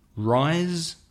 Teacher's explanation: And rise, the sun rises, has vibration from the vocal cords.